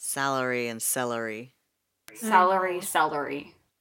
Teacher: So this is a regional one where Victoria and Norfolk Island, the way that their accents are developing, they are saying the words salary, and by that I mean the money you earn, and celery, like the vegetable, the same way · Term: Salary-Celery merger